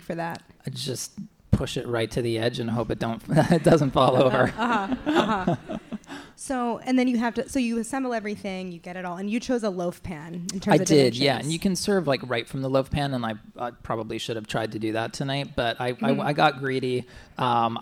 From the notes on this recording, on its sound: we air a conversation from our live show a few weeks back